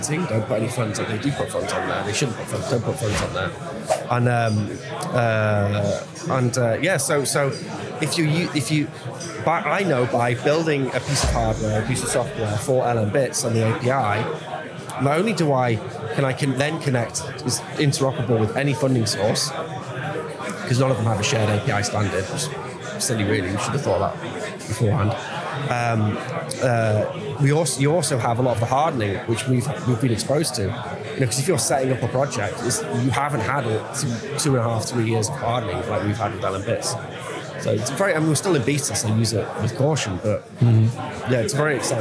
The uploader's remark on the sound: Watch and listen to this interview live from Bitcoin Amsterdam Conference 2022!